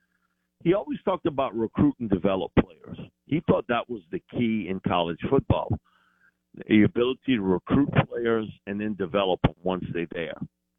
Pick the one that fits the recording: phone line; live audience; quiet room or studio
phone line